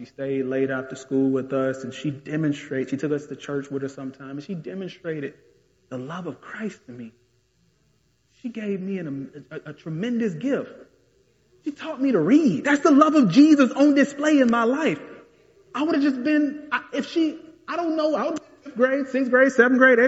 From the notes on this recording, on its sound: This message was delivered in January 2022 at the historic Bethel Baptist Church Collegeville.